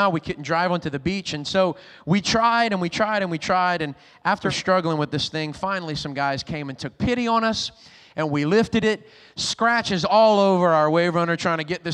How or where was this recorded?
large echoing room